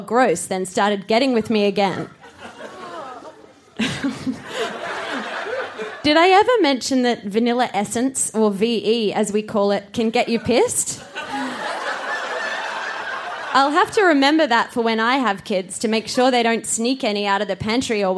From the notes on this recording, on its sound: Recorded live at the Woodford Folk Festival